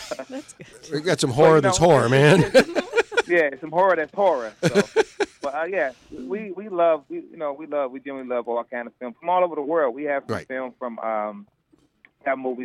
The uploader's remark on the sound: joining the show by phone